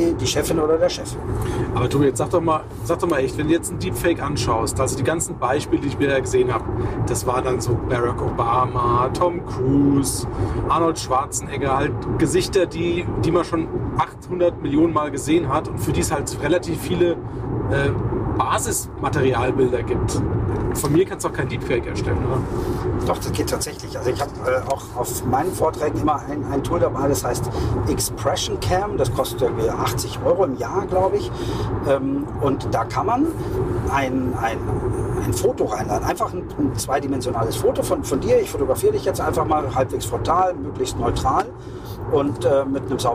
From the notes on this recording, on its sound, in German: On the road #1. Ist das nicht nur eine Ausrede für schlechte Aufnahmequalität? Setz Dich auf unsere Audio-Rückbank.